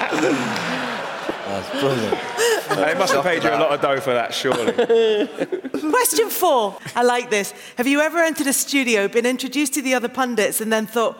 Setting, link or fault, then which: setting, live audience